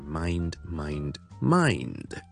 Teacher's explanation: 問題就係先讀咗 my 先，跟住 n mind 之後 d 翻出嚟